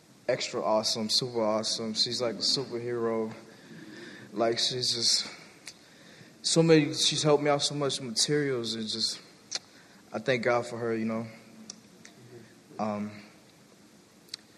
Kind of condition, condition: setting, large echoing room